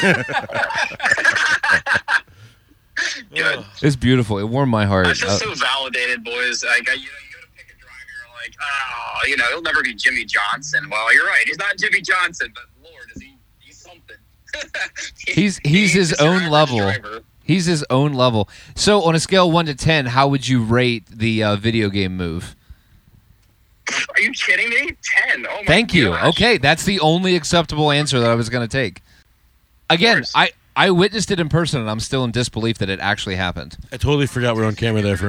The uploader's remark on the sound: A special recording from the camper at Martinsville